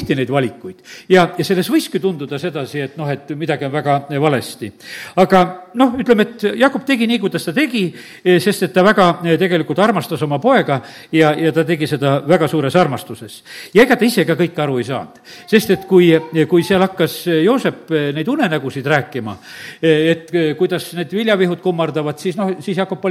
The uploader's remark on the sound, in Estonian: Audio salvestus koosolekult